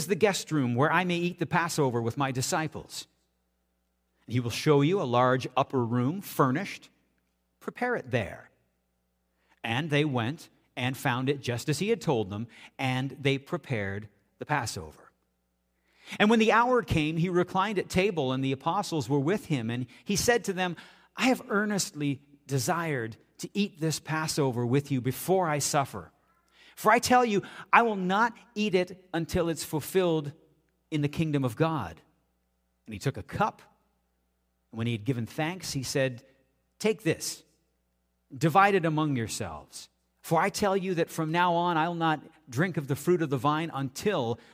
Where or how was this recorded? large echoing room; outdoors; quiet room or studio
large echoing room